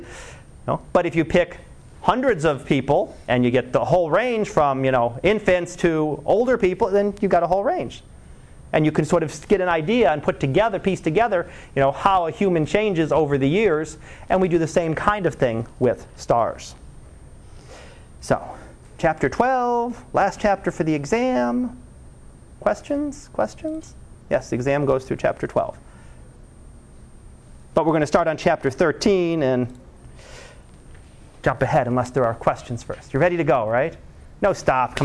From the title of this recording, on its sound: Live Class Lecture 2013 Oct 30